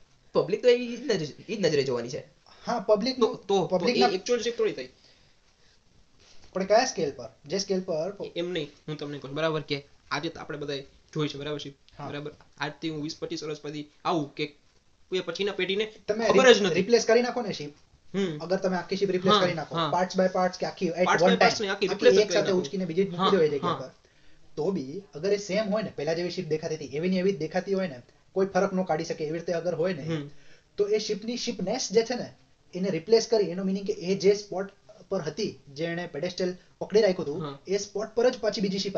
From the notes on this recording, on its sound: Apologies for bad audio